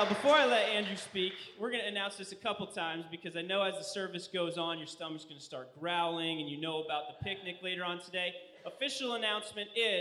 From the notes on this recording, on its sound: In a special Cornerstone service held at Olivet Church, both congregations celebrated our ministry together.